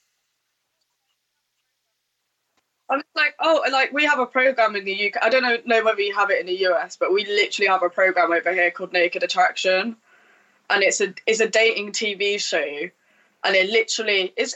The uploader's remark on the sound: Sorry for the audio issues.